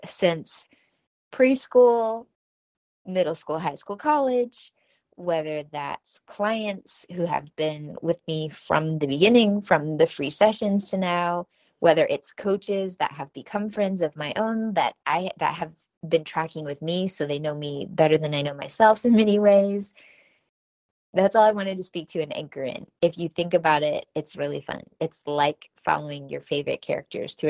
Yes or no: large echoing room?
no